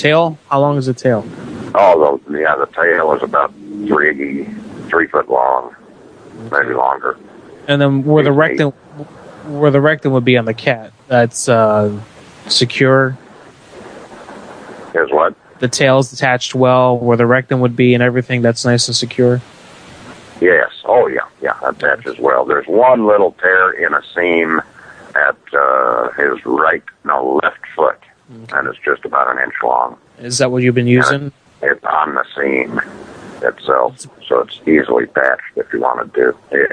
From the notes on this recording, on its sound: Prank Phone Calls